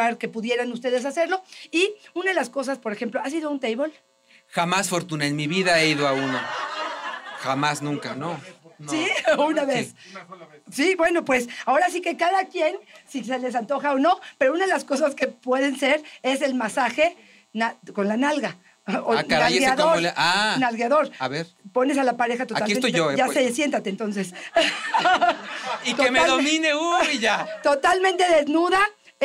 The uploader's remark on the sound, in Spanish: (En vivo). Escucha el episodio especial con público.